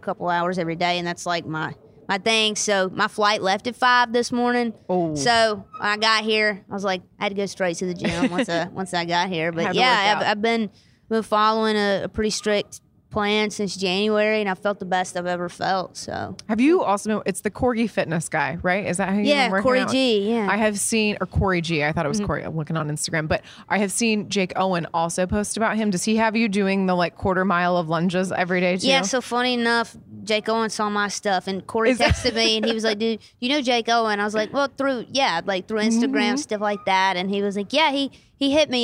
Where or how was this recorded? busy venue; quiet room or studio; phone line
busy venue